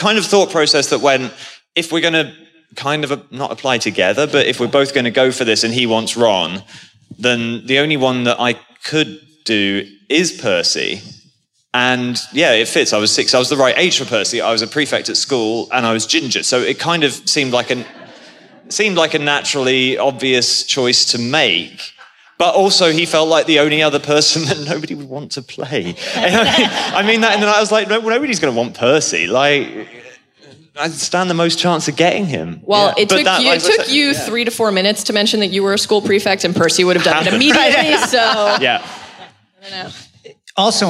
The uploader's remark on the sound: Live From LeakyCon 2018